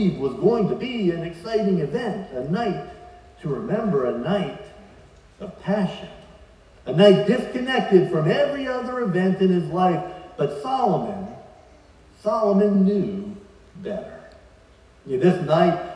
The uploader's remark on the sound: Please forgive the audio quality as we had some issues with the livestream.